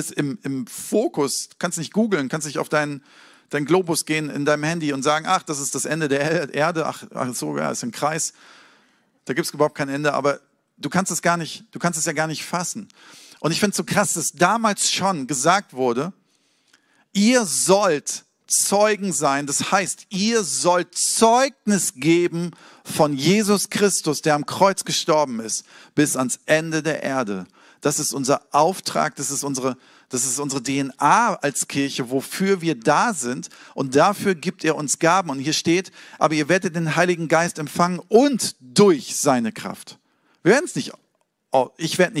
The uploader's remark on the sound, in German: Sonntagspredigt aus dem Standort Bochum.